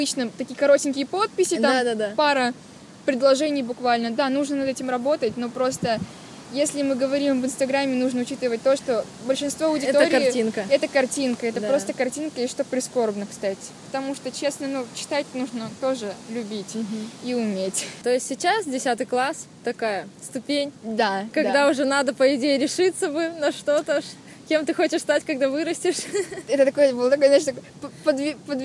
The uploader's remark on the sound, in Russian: Записанный совсем не на диване, а в солнечном парке! Звук стал более приятным, надеюсь перепады громкости больше не будут так резать уши.